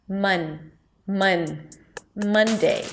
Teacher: A stress schwa, a cup sound, the tongue is pushed forward, the lips are relaxed completely, don't round them. · IPA: ˈmʌndeɪ